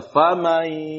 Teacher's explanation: Gunnahnya itu ada pada al-mudgham, pada huruf al-mudgham